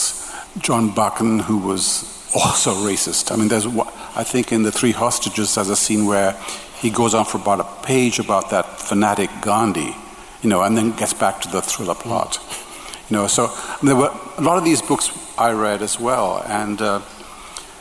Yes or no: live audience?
yes